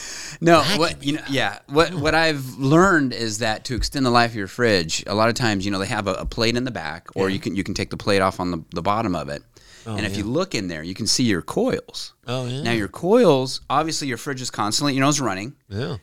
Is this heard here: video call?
no